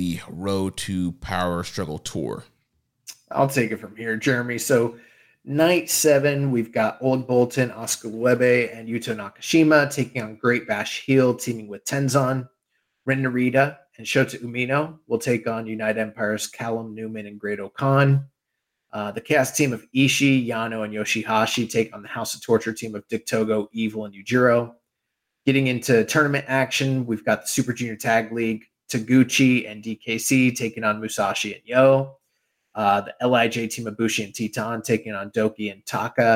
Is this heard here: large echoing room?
no